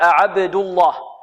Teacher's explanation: وفخم اللام من اسم الله عن فتح أو ضم كعبد الله